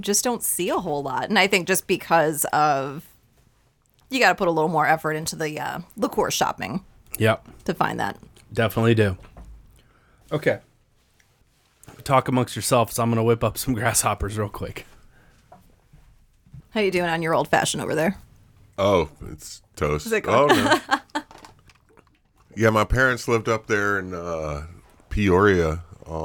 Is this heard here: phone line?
no